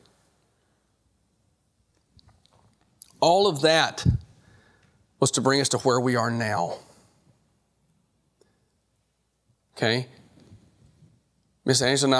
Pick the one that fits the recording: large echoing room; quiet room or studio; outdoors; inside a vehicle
large echoing room